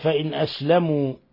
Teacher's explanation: نون ساكنة جاء بعدها الهمزة، حكم التجويد إظهار حلقي